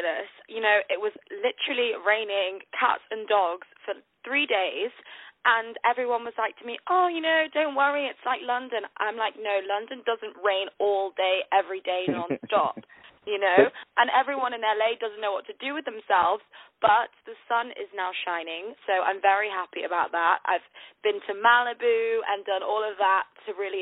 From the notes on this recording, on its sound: On the phone